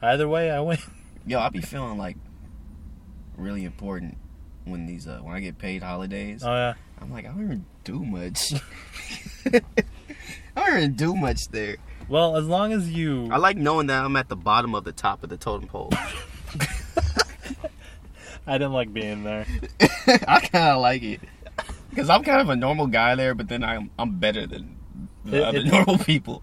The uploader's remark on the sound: jump in the car